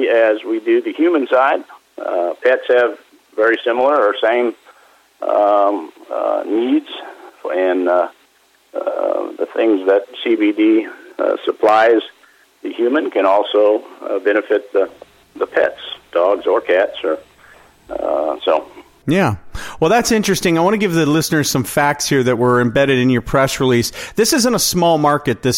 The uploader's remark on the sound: called in to SmallCapVoice